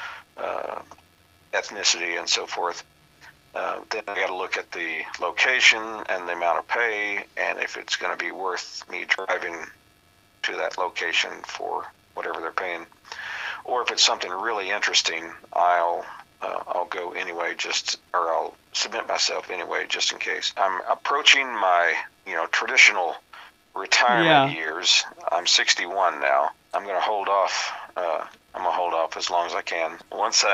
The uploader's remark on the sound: on the phone